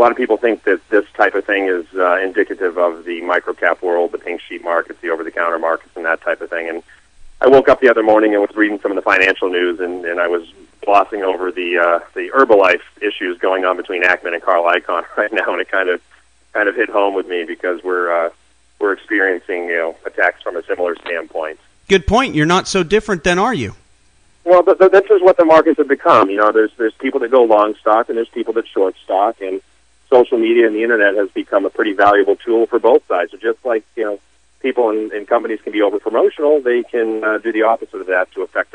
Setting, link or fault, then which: link, phone line